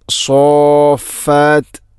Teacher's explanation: സോഫാത്ത് എന്ന് നല്ല ഷദ്ദ് ചെയ്ത് കൃത്യമായിട്ട് അവിടെ നീട്ടണം · Term: മദ്ദ് ലാസിമ